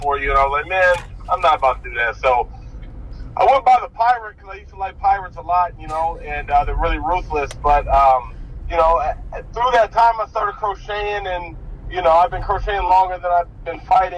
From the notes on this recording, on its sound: Oh yeah, this was recorded on the drive to school for pickup.